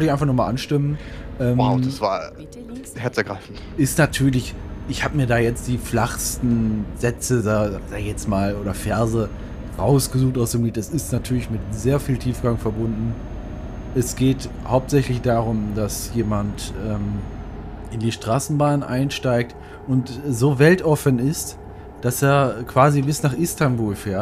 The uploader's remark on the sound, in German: In Diesem Podcast sind immer wieder auch Nebengeräusche zu hören. Das ist Absicht.